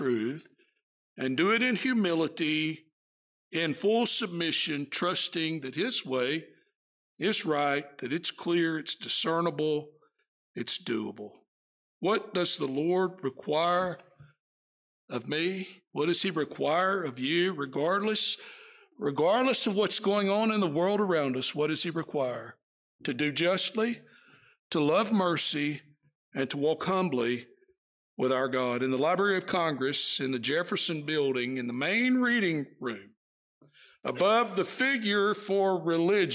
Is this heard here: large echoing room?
yes